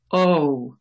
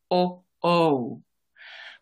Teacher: I round my lips and then I round them even more, it's a diphthong, so it's a two-part sound